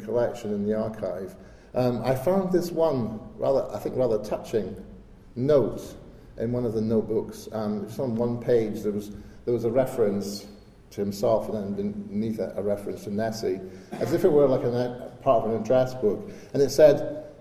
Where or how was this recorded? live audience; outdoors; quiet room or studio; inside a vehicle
live audience